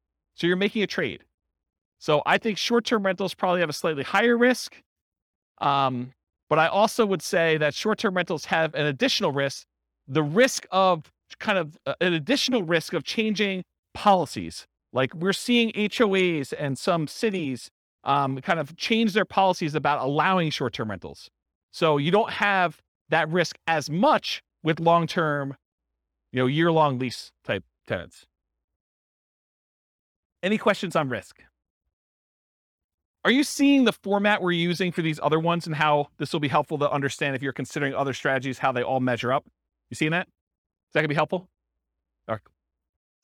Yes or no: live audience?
yes